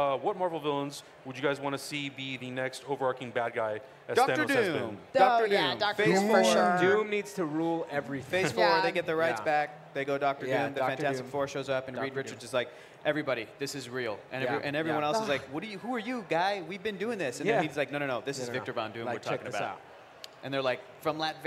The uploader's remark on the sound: Live from TwitchCon 2017